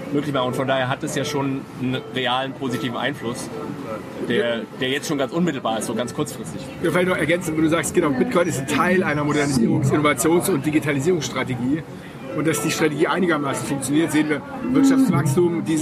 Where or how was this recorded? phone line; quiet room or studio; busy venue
busy venue